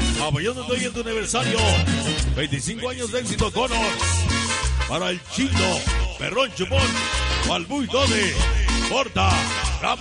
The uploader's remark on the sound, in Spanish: EN VIVO DESDE EL PACHECO SAN SALVADOR HIDALGO 29 NOV 13